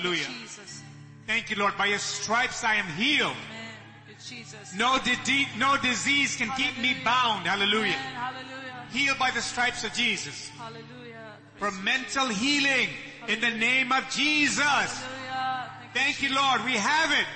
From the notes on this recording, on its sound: ELBIM Church Sunday LIVE Stream Audio.